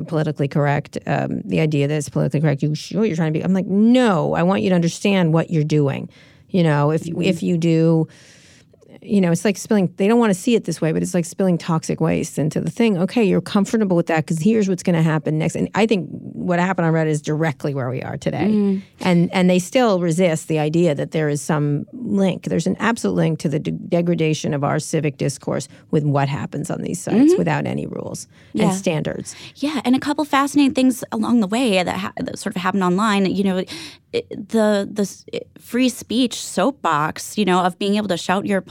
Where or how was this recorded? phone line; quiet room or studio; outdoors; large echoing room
quiet room or studio